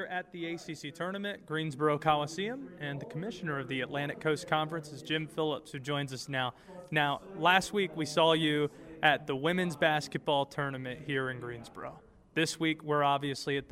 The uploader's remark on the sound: live from the ACC Tournament at the Greensboro Coliseum